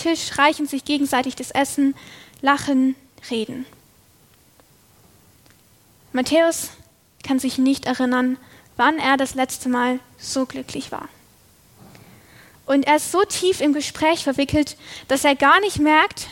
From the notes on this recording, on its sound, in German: Predigt aus der LKG Rostock